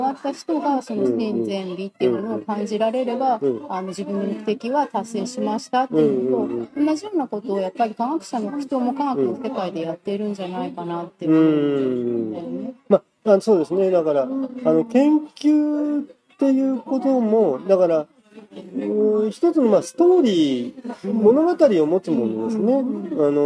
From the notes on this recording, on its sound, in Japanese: 外食店内の収録なので環境音が入ってお聴きづらいと思いますが